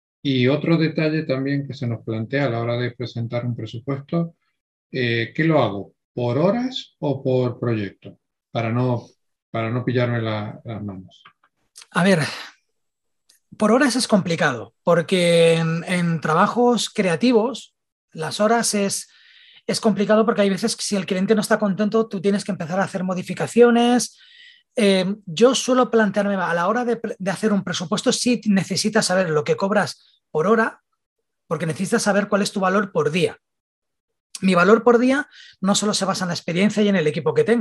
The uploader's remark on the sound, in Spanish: Viajamos a Barcelona y nos tomos la segunda parte del café virtual.